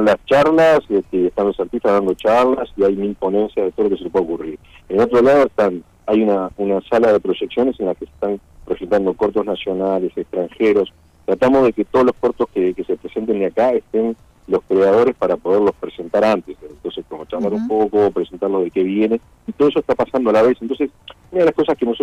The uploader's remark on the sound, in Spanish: En la charla telefónica